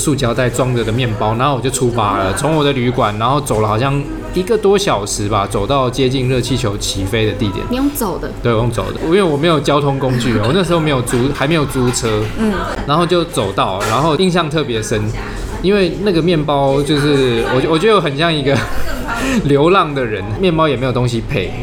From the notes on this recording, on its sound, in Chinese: 本集白噪音指數：蚊風級 1/5。錄音地點： 三亞米 Sunyummy，土語系學妹開的店。